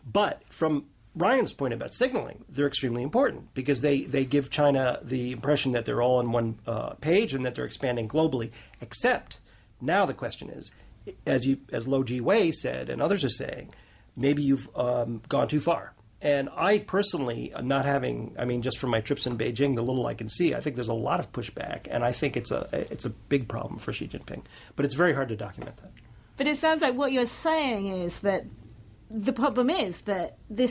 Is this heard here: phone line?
no